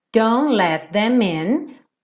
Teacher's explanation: Não vai ter o T do don't